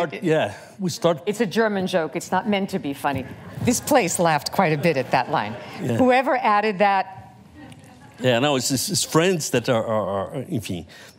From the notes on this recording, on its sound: The conversation was recorded on December 17, 2019 in front of a live audience at New York's 92nd Street Y.